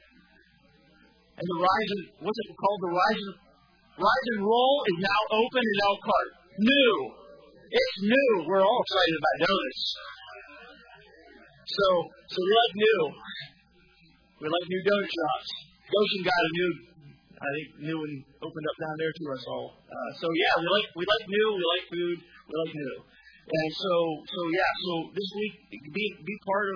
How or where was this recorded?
large echoing room